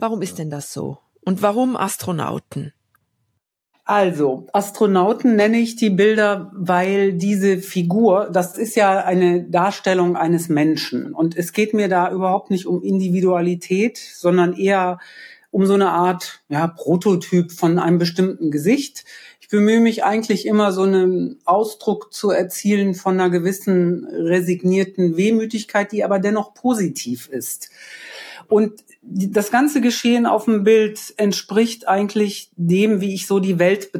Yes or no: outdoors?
no